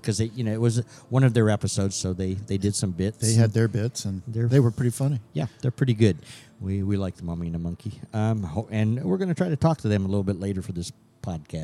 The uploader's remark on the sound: (Semi) Live from Cinema Wasteland in Strongsville, Ohio. (Semi) Live from Cinema Wasteland in Strongsville, Ohio.